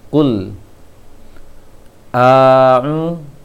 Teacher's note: Jangan dibaca yang pertama ku ketika masuk ke lam sukun, jangan di kul, jangan kul a'u, tapi langsung nempel kul, kul, jangan kul, jangan kul, jangan melompat ku-nya, langsung nempel ke lamnya. Kul a'u, a-nya tidak boleh panjang